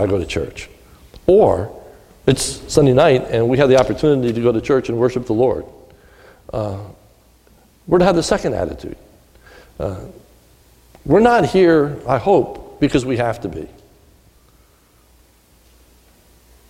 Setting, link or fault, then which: setting, large echoing room